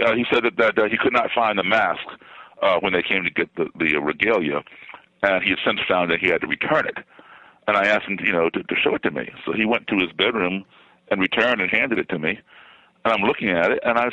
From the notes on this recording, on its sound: Phone calls and listener email.